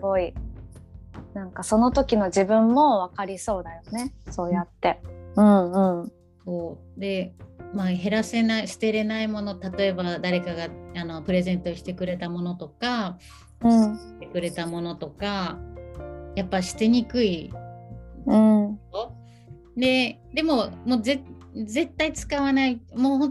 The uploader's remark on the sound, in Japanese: 3人でリモート収録でお届けします。